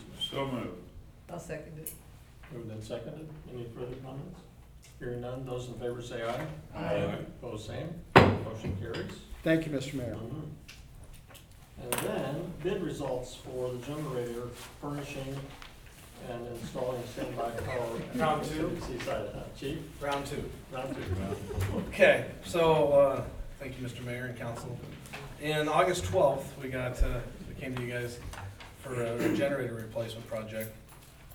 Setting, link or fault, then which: setting, large echoing room